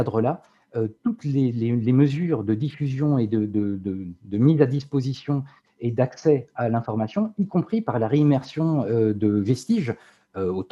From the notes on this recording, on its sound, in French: Discussion Enregistré sur Zoom